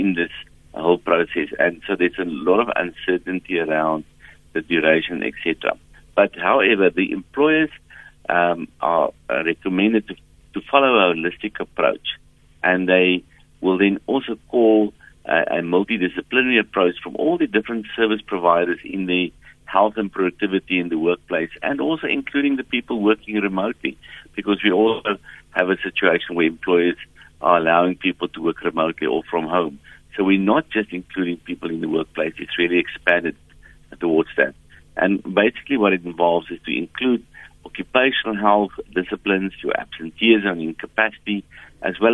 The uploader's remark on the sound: we are joined on the line